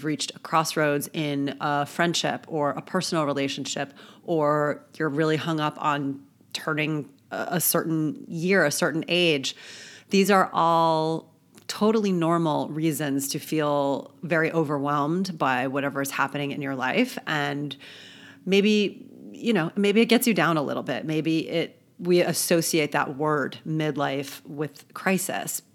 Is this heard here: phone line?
no